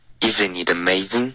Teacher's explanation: 这三个 a 的音舌根都太高了，都发成了 e